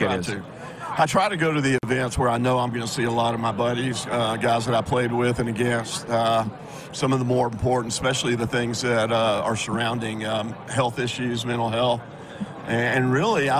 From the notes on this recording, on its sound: Live from Radio Row at Super Bowl 58! LIVE from Radio Row at Super Bowl in Las Vegas, Nevada!